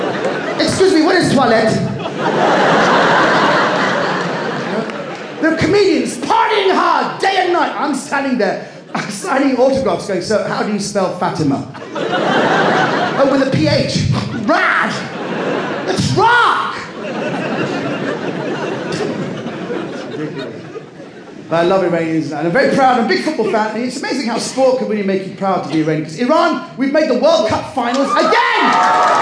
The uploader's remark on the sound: Recorded live at the London Palladium.